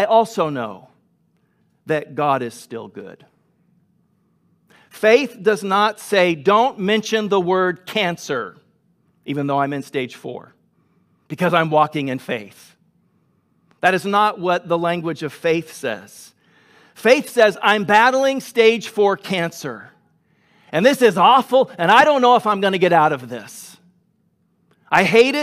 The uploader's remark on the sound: Grace Church of La Verne.